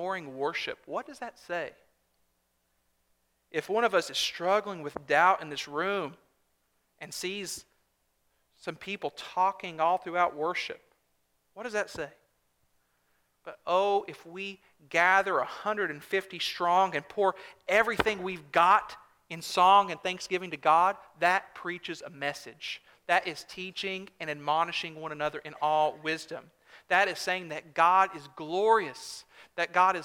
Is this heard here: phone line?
no